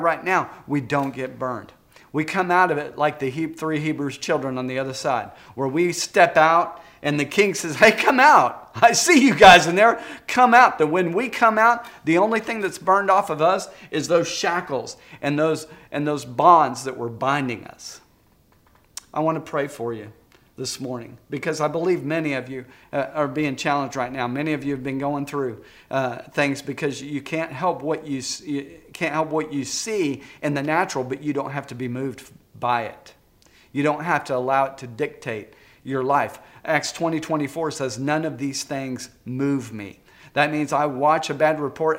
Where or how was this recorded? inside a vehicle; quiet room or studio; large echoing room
large echoing room